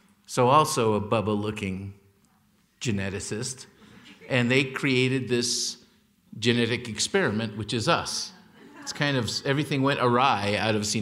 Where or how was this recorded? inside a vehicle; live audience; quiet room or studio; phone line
live audience